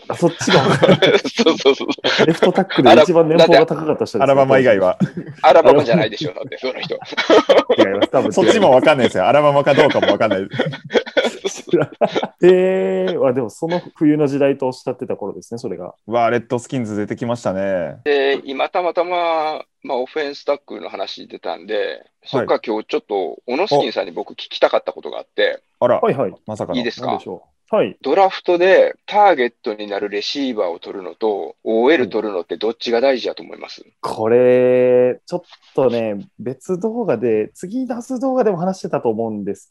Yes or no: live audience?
no